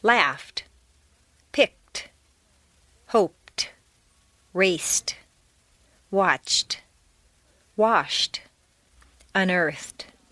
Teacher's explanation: T replaces D in the past tense after an unvoiced consonant sound, f, k, p, s, ch, sh, f, except T.